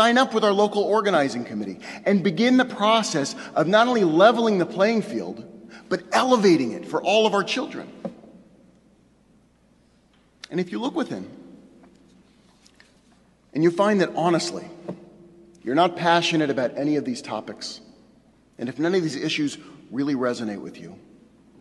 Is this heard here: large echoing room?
yes